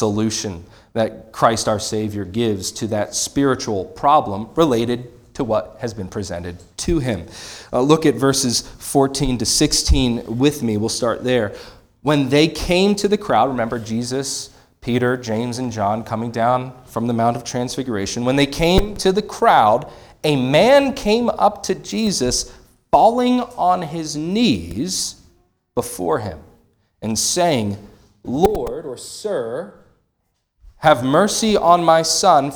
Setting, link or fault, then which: setting, large echoing room